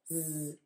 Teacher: And with the Z, your tongue's gonna be in about the same position where it ends for that A. Air just keeps moving out for the Z. Voice box is on and moving.